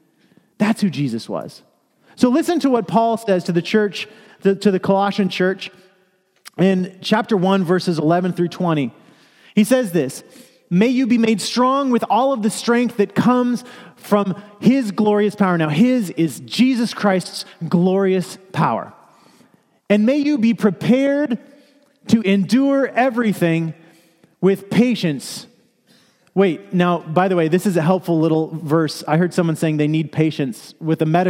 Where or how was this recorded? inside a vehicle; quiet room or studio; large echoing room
large echoing room